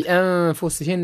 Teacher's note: النون عند الفاء إخفاء بغنة